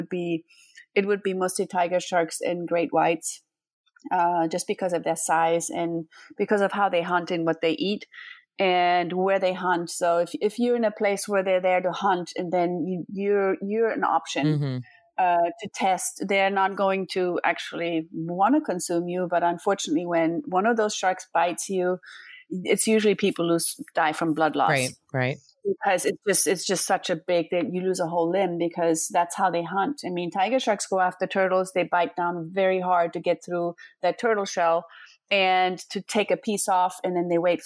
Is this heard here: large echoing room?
no